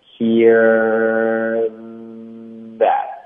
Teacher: 看上下处两个手指的宽度，glad，然后再咬， glad at 导致一个停顿， I'm glad to 弱读成 t， hear 这个的音呢听一下， hearthat，你们听到它非常连贯，这个 r 的音呢连发到 z 一定要练出来，它要无缝连接的跨过去，所以首先你会卷舌，hear，舌头在变平然后碰上齿